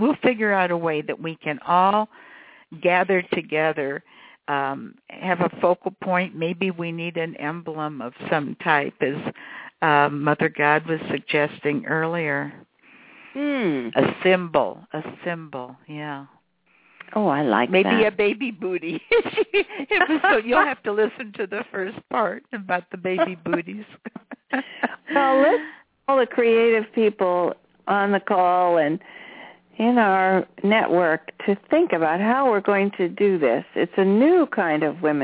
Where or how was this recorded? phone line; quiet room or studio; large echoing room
phone line